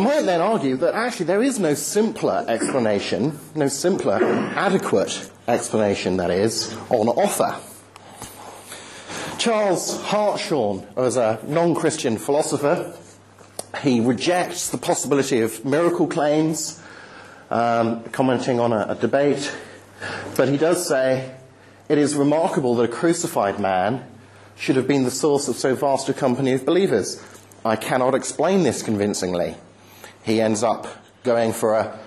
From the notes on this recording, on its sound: End of term talk at the 2010 'Reasonable Faith' course, Highfield Church, Southampton.